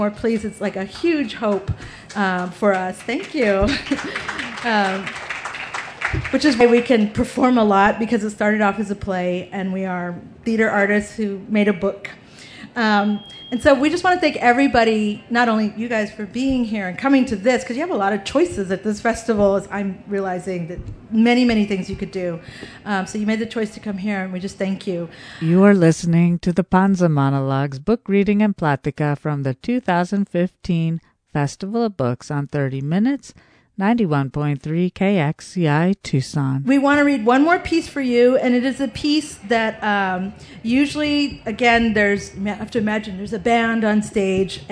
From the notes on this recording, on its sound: A panel from the Pima County Public Library&#8217;s Nuestras Raices Pavillion at the 2015 Tucson Festival Books. Features a panel from the Pima County Public Library’s Nuestras Raices Pavillion at the 2015 Tucson Festival Books.